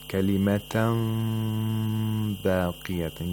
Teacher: you allow some of the sound to come from the mouth as well, and then you make a nasal sound for 2 vowel counts. · Term: إِخْفَاء of mim